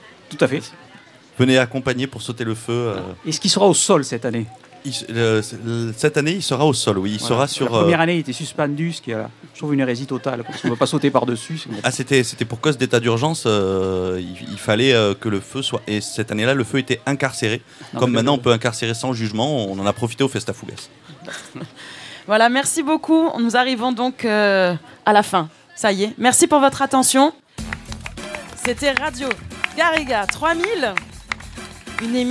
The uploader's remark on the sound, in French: Radio Live et participative pour la Festa Fogassa 2017 sur le thème de la fête.